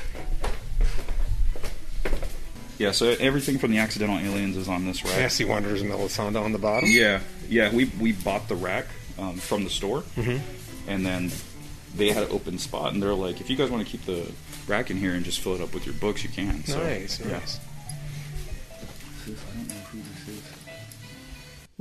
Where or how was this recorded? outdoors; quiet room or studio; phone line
outdoors